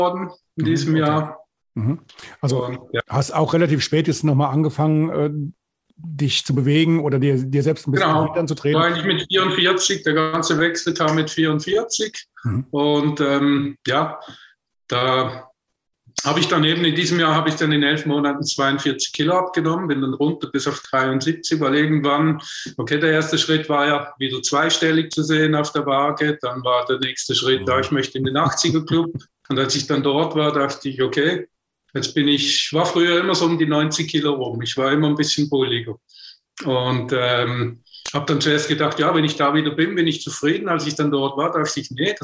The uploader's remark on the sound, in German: im Zoom-Call direkt aus dem schweizerischen Basel